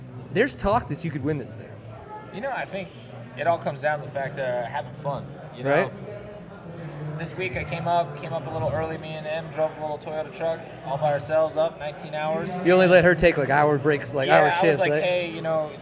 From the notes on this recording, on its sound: Live with racers at the 2013 Big Sky XC during the AMA Offroad National Championships.